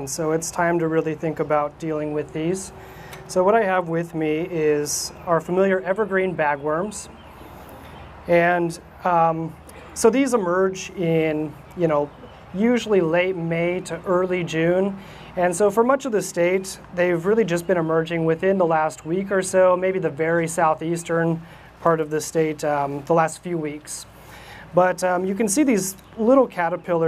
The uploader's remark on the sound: Backyard Farmer records a special program from Lauritzen Botanical Gardens in Omaha, Nebraska